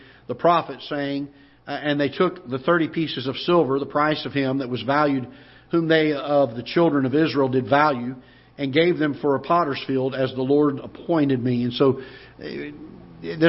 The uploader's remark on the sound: Ketha Heights Baptist Church ~ Live Broadcast